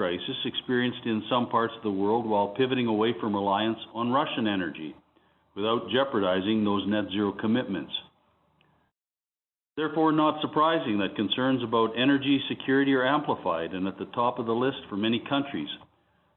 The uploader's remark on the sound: This week’s episode features Cameco’s Q1 conference call